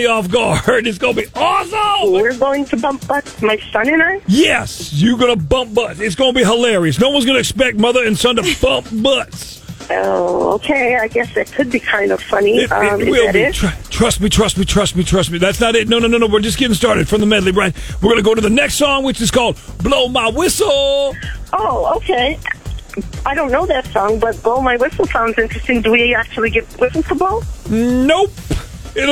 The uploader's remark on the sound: Friday Phone Jacks Prank Call